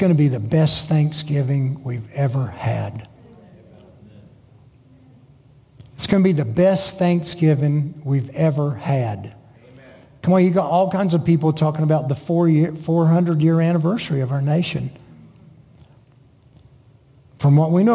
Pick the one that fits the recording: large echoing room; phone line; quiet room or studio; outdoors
large echoing room